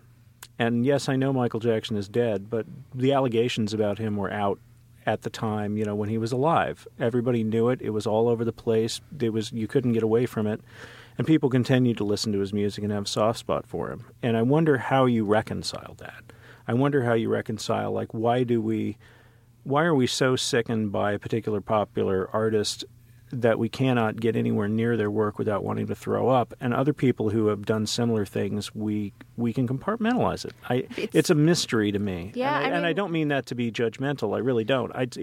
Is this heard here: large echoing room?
no